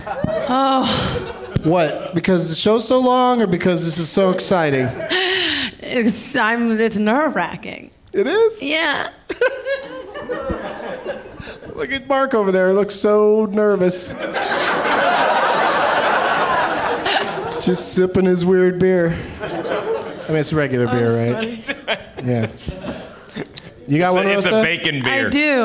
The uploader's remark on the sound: Live from Largo in Los Angeles.